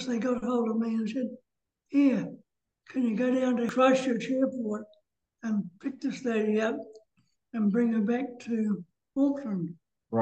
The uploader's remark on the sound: Talks via Zoom.